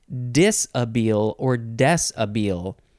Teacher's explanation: It's not dish, it's disabile or desabile. There is an H, but it's not pronounced. It doesn't make it an S-H sound. Because this is French, and because it is French, you can also pronounce it desabille.